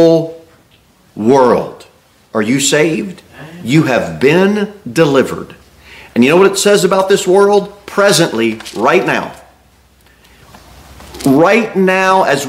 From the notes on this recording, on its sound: Sermon delivered at Pilgrim Baptist Church